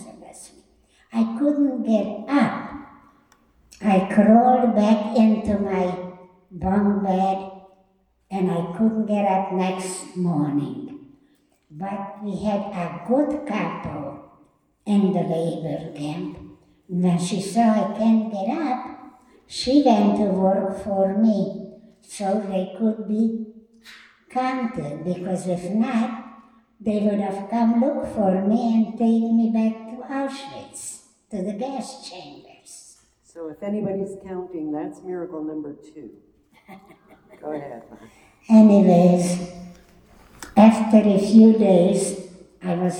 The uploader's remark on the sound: Recorded Live at The Torah Center ATL